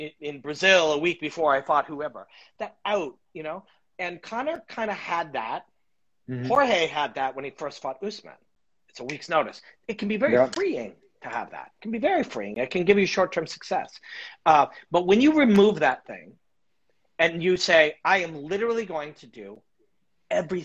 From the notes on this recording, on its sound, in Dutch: Dit gesprek was eerder live op Instagram en nu dus ook hier als audio te beluisteren